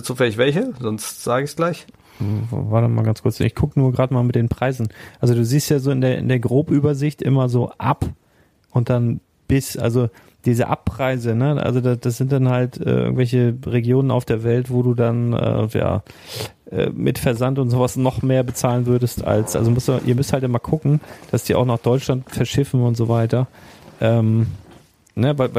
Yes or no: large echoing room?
no